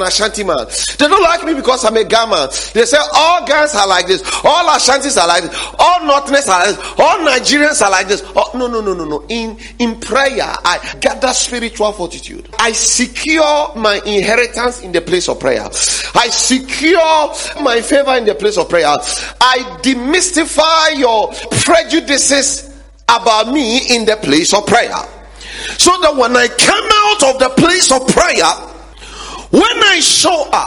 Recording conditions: large echoing room